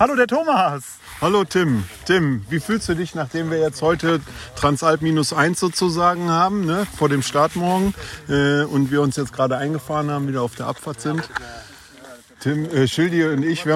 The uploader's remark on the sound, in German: Unsere Teams sind in Nauders angekommen. Mit Mikrofon und Aufnahmegerät unterwegs und war auf Stimmenfang.